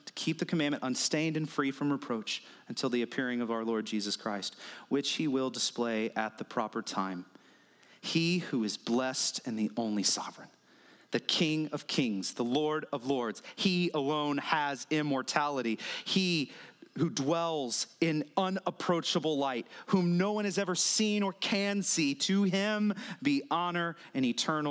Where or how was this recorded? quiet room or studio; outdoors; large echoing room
large echoing room